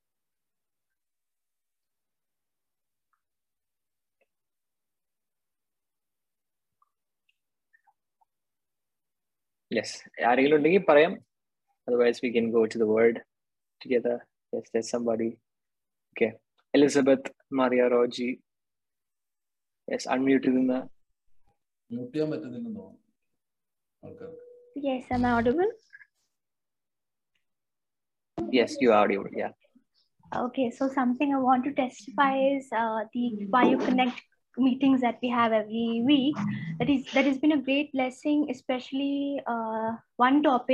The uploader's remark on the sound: Zoom Meeting